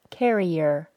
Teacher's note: Carry plus her becomes carrier, with a Y sound added between the words, carrier. The only way reducing pronouns works is by linking the reduced pronoun to the word before it.